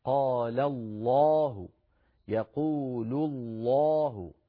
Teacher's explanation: فعم يتكلم على اللام المغلظة، وقلنا بأن معنى مغلظة يعني مفخمة. فاللام المفخمة هذه العرب تفخمها بإجماع كل القبائل العربية في كلمة الله جل جلاله إن كانت مسبوقة بفتحة أو بضمة